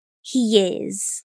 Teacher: When you say is, the S will sound like a Z